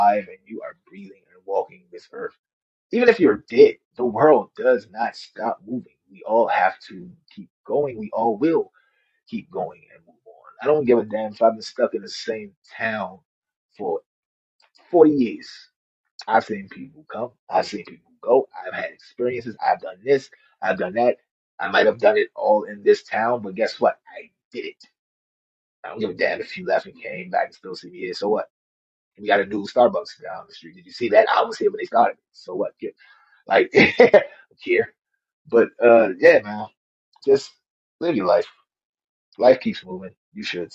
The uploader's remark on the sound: This was a live talk given to over 2100 listeners. Please forgive the audio a little.